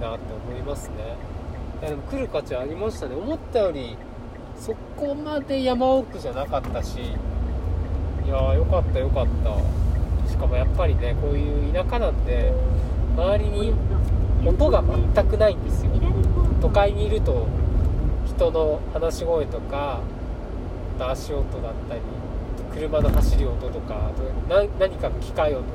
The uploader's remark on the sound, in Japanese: 新潟ドライブ中に配信。新潟ドライブ中に暇だったので録音しました。ひとり語り。